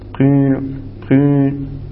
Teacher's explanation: الإشمام هو الإتيان بالفاء بحركة بين الضم والكسر